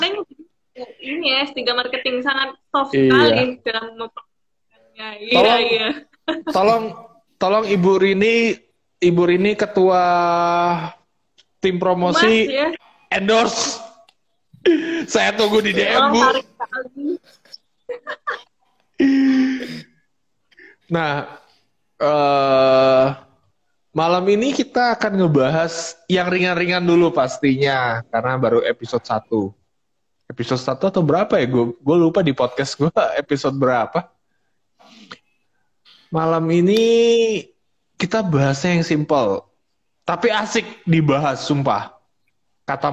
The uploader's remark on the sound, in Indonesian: Sebuah percakapan antara 3 insan manusia yang di lakukan secara Live di Intagram.